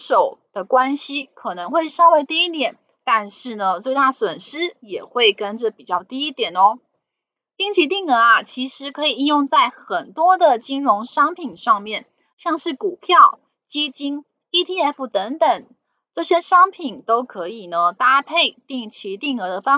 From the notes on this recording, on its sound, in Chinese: 本集有些許雜音，已亟力避免，如有察覺請多多包涵